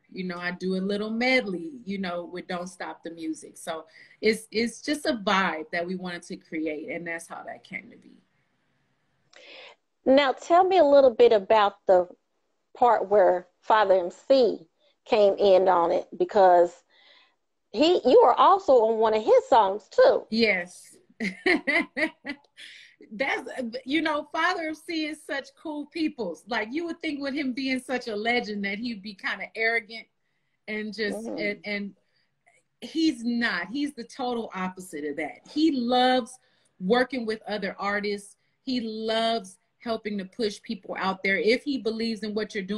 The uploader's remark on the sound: sits down on Instagram Live